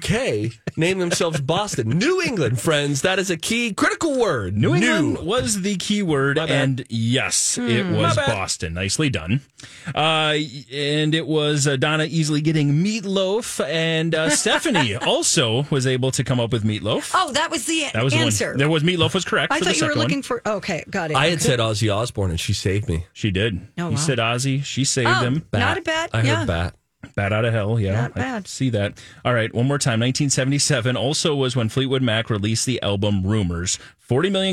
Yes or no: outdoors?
no